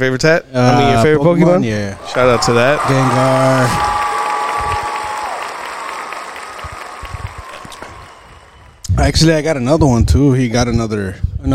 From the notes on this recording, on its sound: Recording from the King's Ink Tattoo Shop. Big shoutout to the King's Ink Tattoo Shop in Pharr, Tx for letting us record this episode there.